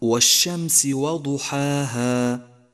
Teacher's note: مثال ذلك قوله تعالى والشمس وضحاها، انظر إلى الألف كيف امتدت على خلاء الحلق والفم، فلم يكن لها حيز أو جزء تعتمد عليه أو تنتهي إليه، إنما بقيت هكذا مطلقة.